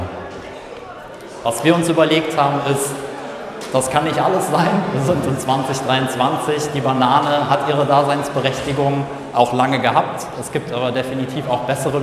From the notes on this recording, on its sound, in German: FUMEBA Messe Vortrag. Auf der FUMEBA (Fussball Messe Baden) als Speaker zu Gast und spricht auf der Hauptbühne. Live-Mitschnitt des Vortrags.